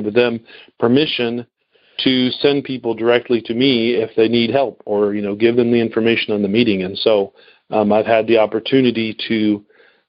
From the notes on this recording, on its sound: Noon Phone Speaker Meeting